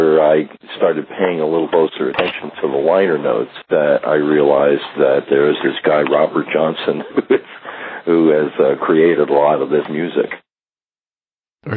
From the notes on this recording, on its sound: We’ve got a phone interview from the archives